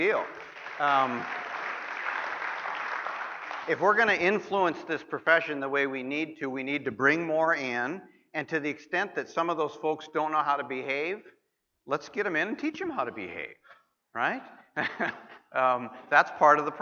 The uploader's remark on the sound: opening remarks at the 39th Annual Leadership Conference of the National Association of Addiction Treatment Providers at Barton Resort in Austin, Texas